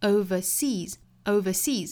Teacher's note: 在这里面它是一个副词，所以读起来呢，重音应该是在后面这个音节上的